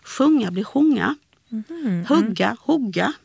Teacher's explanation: Ja, alltså om vi tittar på nordsmåländska, och det finns på andra ställen också, så det är ett kort U-ljud ofta som ett O-ljud